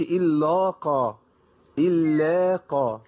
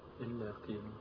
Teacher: فما ارفعش اللام عشان القاف · Shown in: second take · ما اقولش الا قا الا قا.